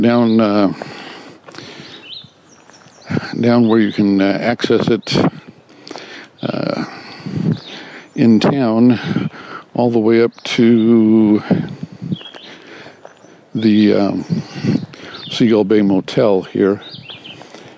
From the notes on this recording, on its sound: Walking along the Brownstone Trail here near our home in Bayfield, Wisconsin